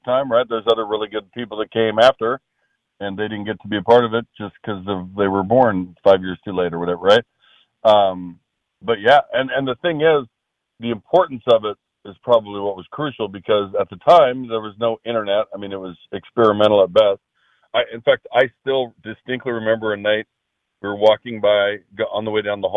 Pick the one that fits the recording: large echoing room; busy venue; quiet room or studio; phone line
phone line